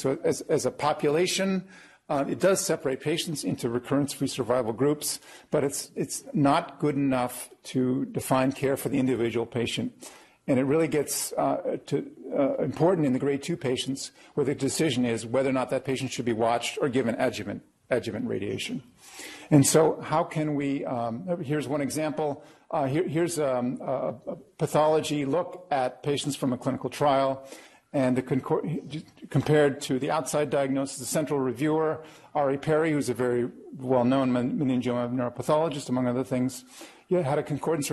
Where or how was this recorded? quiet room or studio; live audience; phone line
live audience